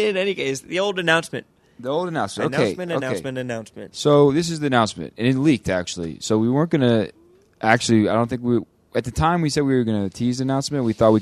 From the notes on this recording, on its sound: live from a Las Vegas desert